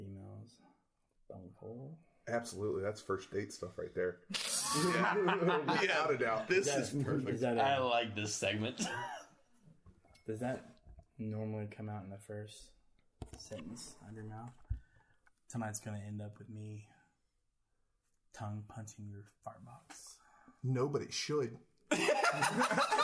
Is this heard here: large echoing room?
no